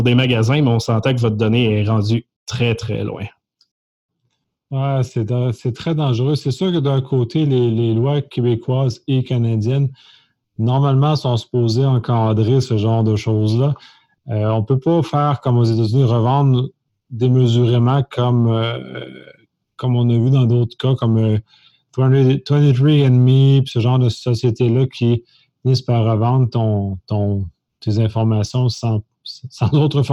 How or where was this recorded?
video call